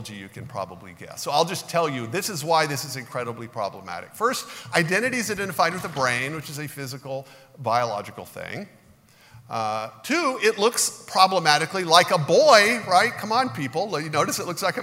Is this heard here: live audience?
yes